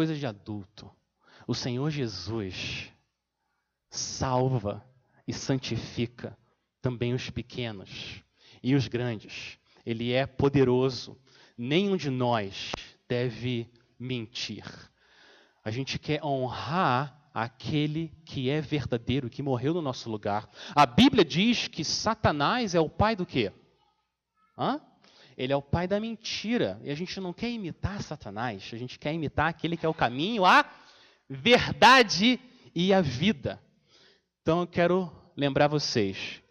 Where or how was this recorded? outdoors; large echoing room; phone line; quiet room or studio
large echoing room